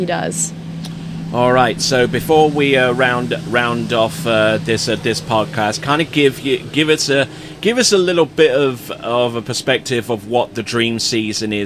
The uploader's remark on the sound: recorded at the Isles of Lake Hancock